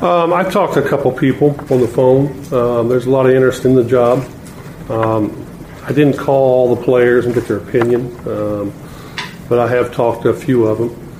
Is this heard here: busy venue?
yes